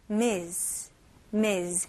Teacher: 스펠링은 MS이지만 발음은 Z 발음에 더 가까워요.